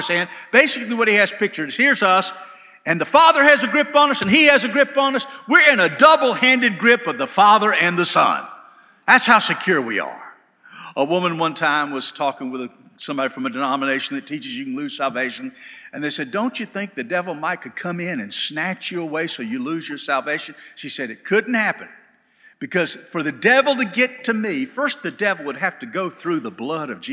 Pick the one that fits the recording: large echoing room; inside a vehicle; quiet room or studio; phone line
large echoing room